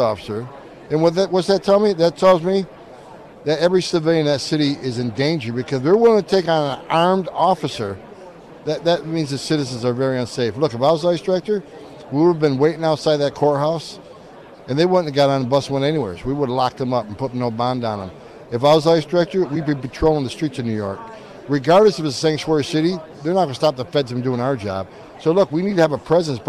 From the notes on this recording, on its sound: does his show live at CPAC